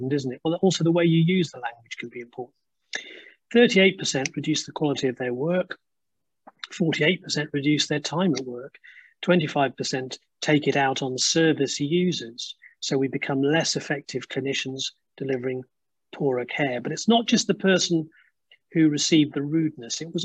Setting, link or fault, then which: link, video call